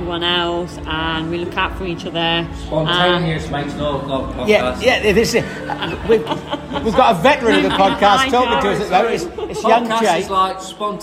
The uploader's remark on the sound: travels to the club annual dinner to interview club members from all teams